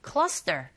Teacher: Cluster, 이때 t 같이 붙어 있죠. T 발음 이게 이제 소리 자체 경음화 현상이 일어나서 된소리 현상으로 여러분들이 발음하셔야 돼요